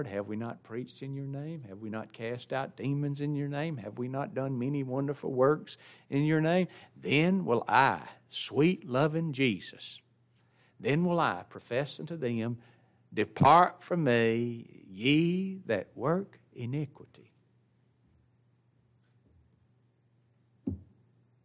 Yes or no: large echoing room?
yes